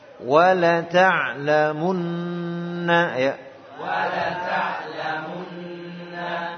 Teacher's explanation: Namun jangan sampai memanjangkan mu. Ya mu jangan sampai dipanjangkan. Atau tamtid namanya, memanjangkan mu.